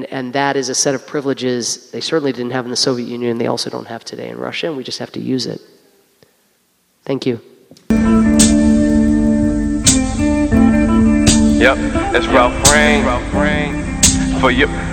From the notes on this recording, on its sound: Recorded at Town Hall Seattle.